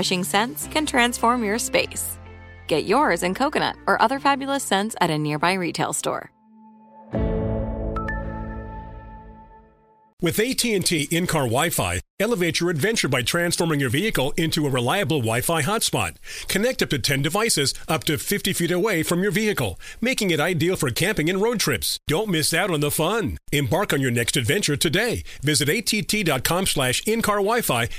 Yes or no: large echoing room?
no